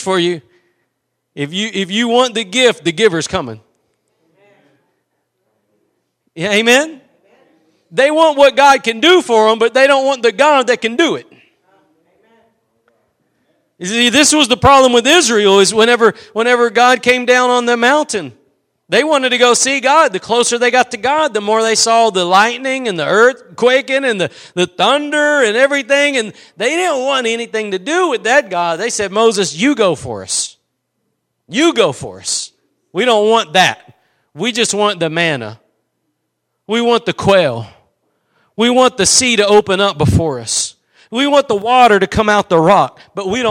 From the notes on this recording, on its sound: Preached at Gospel Lighthouse in Bossier City, La.